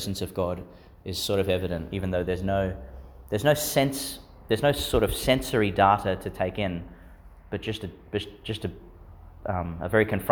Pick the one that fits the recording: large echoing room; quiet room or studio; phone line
large echoing room